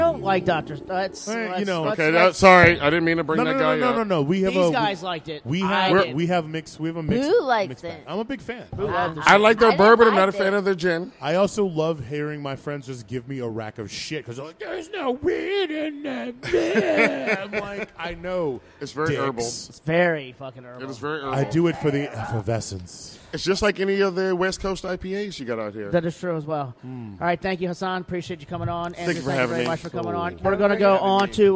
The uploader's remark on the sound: Live From One Eight Distilling